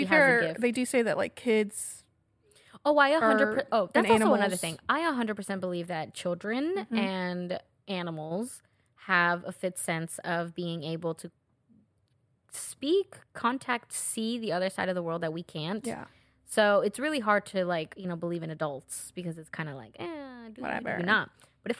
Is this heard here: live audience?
no